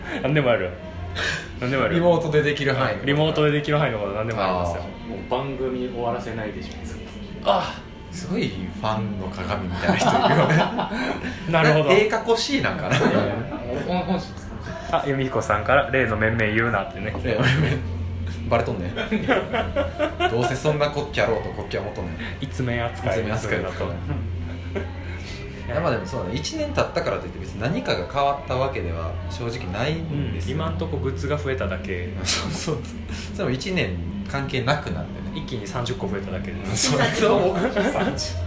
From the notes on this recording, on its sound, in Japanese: 1周年記念オフ会。ネオ五条楽園花見大会が雨天によりオフ会に変更となったため、カラオケにてツイキャスと同時進行で収録も実施！カラオケなので雑音多め。